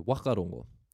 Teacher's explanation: the people on the west coast of the North Island drop the H and keep the W